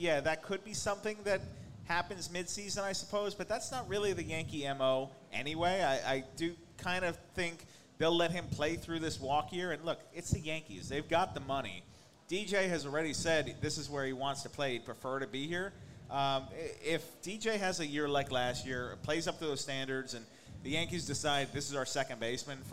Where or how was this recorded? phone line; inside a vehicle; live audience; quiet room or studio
live audience